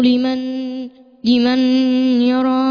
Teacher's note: ما اقولش لمن يرى، بحط النون جوه الياء بصوت الياء مع الغنة حركتين · Term: ادغام بغنة